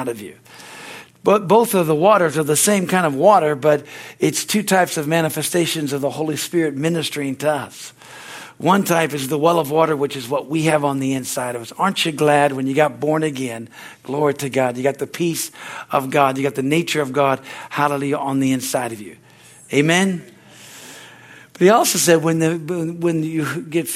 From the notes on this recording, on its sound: From the Wednesday service on September 20, 2023 at Harvest Bible Church in Stockton, California. Is from the Wednesday service.